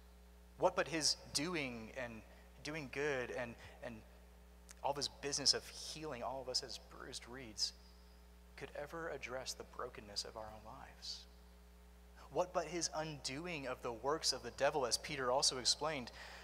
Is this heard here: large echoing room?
yes